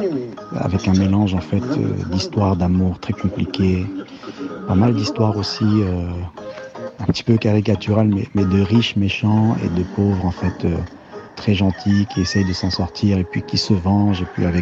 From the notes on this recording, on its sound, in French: A envoyé des notes vocales via WhatsApp pour décrire son pays, sa culture, et sa politique.